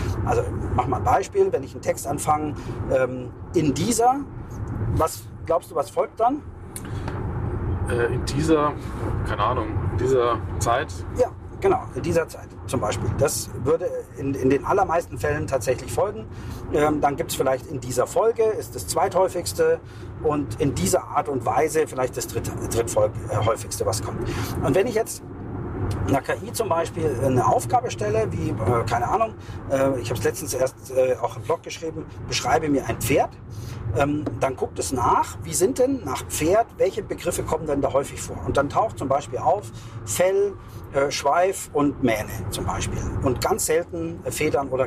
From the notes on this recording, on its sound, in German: On the road #1. Ist das nicht nur eine Ausrede für schlechte Aufnahmequalität? Setz Dich auf unsere Audio-Rückbank.